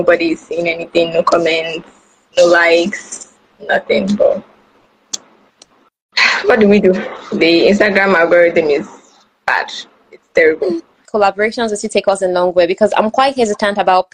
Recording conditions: drop-outs